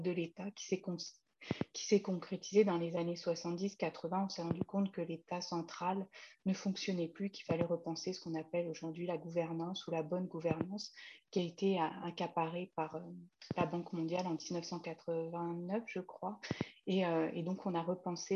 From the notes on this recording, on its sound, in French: Séance enregistrée sur Zoom